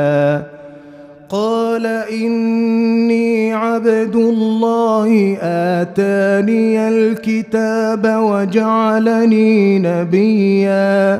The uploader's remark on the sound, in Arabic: مسجل من صلاة التراويح بمسجد السلام بحي مشرفة بجدة.